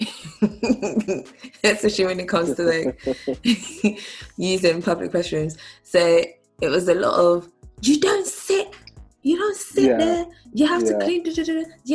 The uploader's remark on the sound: As we are currently in quarantine/lockdown, we did this over zoom!